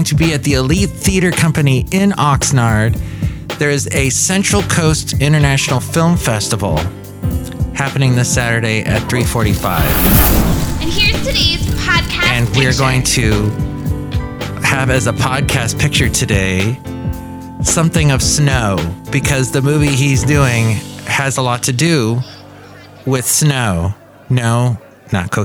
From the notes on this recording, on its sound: podcasts live from Café Anyway